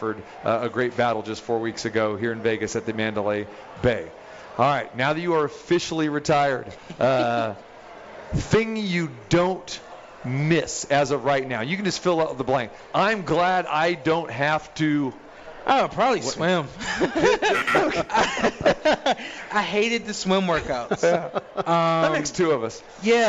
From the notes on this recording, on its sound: Live from the Cosmopolitan of Las Vegas